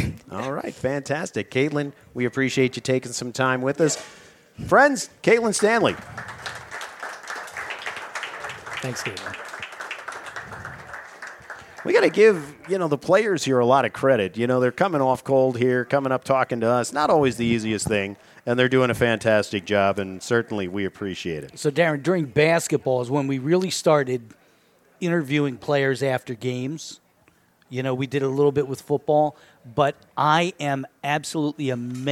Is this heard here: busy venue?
yes